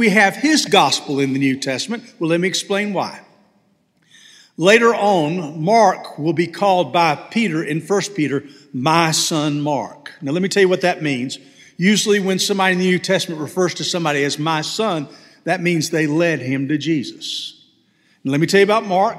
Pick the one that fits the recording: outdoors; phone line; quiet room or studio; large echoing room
large echoing room